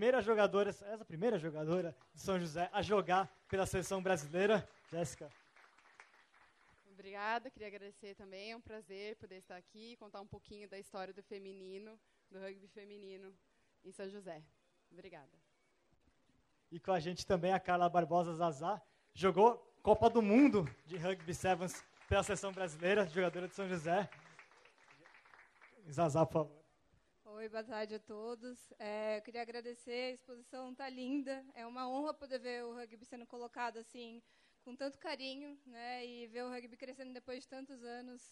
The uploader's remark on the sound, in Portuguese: Foi gravado durante a abertura da exposição “Vale do Rugby”, no SESC de São José dos Campos.